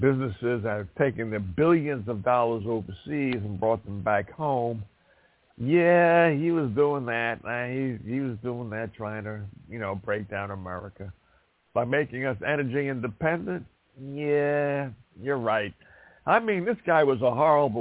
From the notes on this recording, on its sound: Live & Call-In.